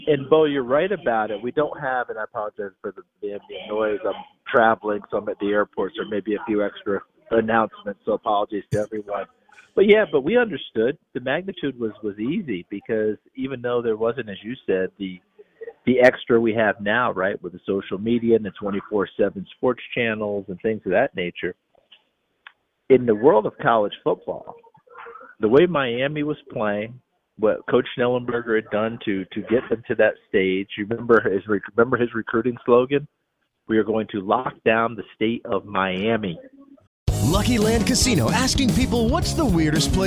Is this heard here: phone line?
yes